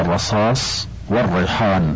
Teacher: تقول هذا الرصاص والريحان بفتح الراء، والعامة تكسرها